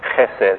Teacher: make the H a guttural sound and make the D soft, like D-H rather than a hard D